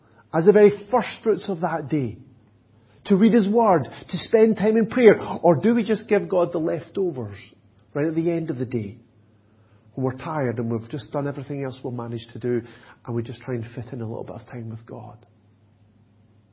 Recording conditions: large echoing room